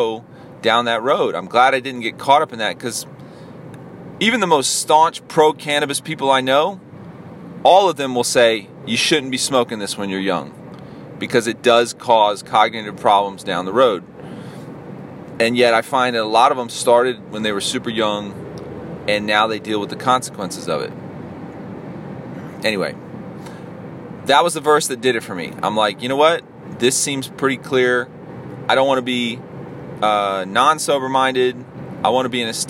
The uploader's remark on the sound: a solo dolo podcast while i was driving